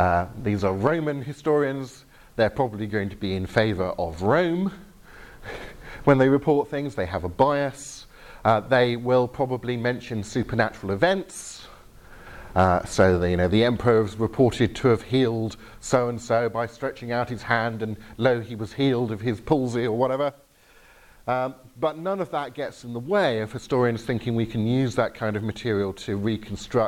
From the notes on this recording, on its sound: Talk with Q&A from the Reality 3:16 residential weekend in Northern Ireland, 17th March 2018